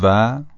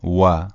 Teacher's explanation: فارسی مثل وی انگلیسی تلفظ میشه، یعنی از اتصال دندانهای بالا به لب پایین · Shown in: first take · اما در زبان عربی به شکل دبلیو انگلیسی تلفظ میشه، یعنی لبها جمع میشه، قنچه میشه و بعد حرف تلفظ میشه.